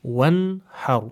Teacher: you must give adhar for the noon. You don't do any form of ghunna over here.